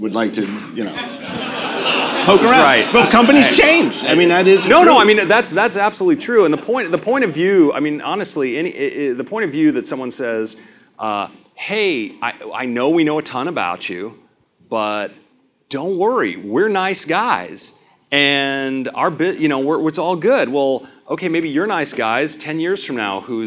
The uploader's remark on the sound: Live From WWDC 2016. Recorded in front of a live audience in San Francisco.